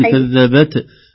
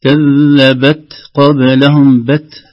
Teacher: كذبت قبلهم بت فقط، خروج الهواء يسمى همس في مخرج التاء وليس قلقلة · Shown in: second take